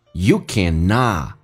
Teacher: T 去掉。这叫略音，后面是一辅音开头。